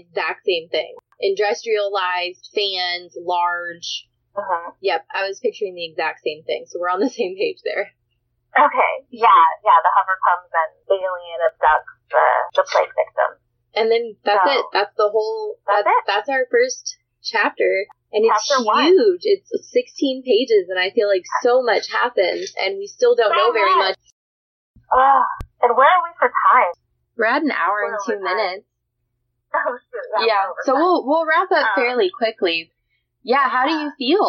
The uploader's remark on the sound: What this episode lacks in audio quality it makes up for in content!